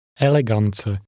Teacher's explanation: Did you hear how the speaker stressed the first syllable? In Czech, the first syllable is always stressed.